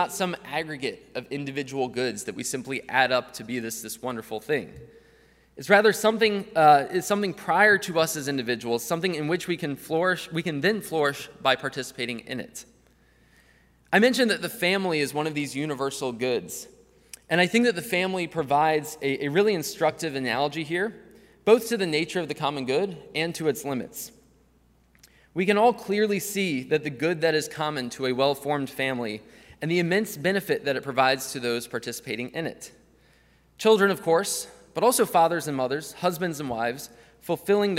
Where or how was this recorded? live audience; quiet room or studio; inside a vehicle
live audience